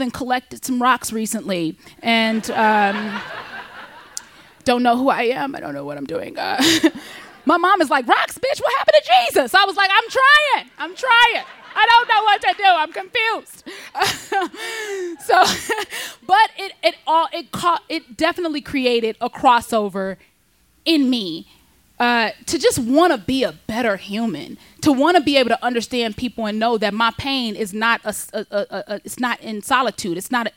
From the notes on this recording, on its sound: Her story was recorded live on 16 August 2017 at Buntport Theater in Denver, CO.